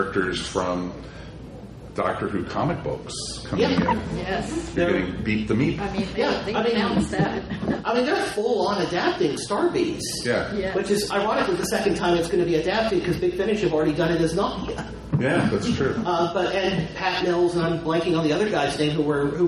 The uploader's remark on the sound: Recorded live in front of a live audience at Con Kasterborous. Thanks to all who came to the panel.